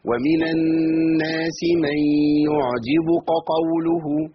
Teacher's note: فخم الكاف، وصلت القاف على طول، جبت قافين